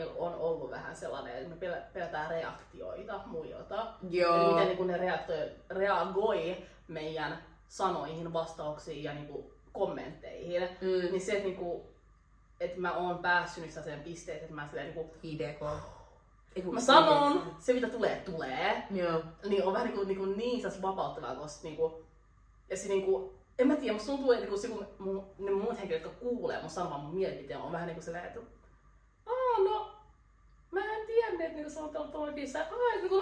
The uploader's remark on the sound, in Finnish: Tervetuloa meidän aamuyön keskusteluihin, raaka audio